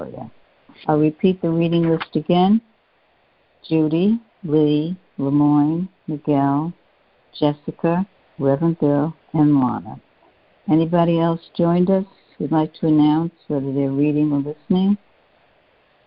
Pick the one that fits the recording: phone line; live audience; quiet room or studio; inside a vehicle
phone line